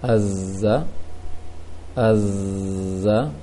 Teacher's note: Kemudian di bagian tasydid pengucapan zai itu tidak jauh beda dengan z, ada desiran angin yang ditahan di gigi